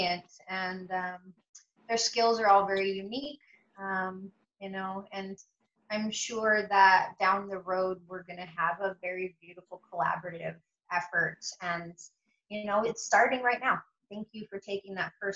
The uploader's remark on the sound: A zoom chat. Despite the internet freezing on my end, resulting in me talking over my guest at times.